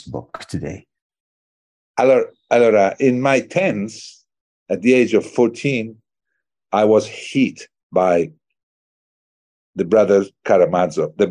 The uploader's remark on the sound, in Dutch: Ik sprak hem via videocall in Toscane waar hij op vakantie was, vrij vertaald 'in het hol van Pluto'.